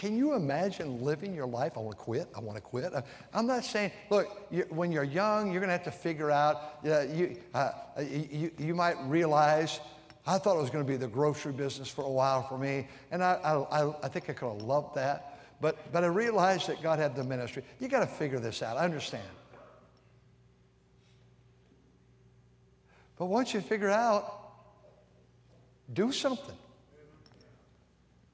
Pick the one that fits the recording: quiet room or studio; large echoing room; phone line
large echoing room